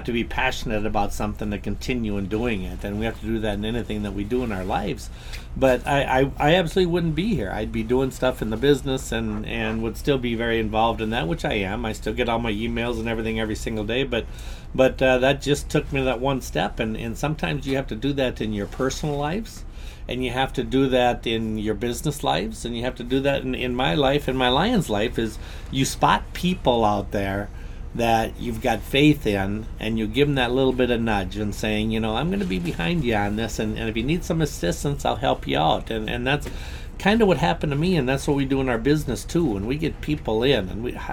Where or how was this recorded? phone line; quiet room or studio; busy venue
busy venue